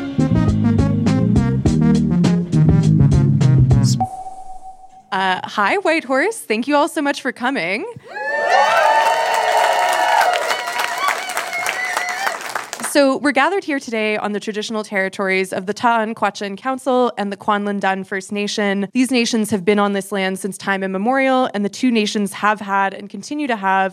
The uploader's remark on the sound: LIVE TAPING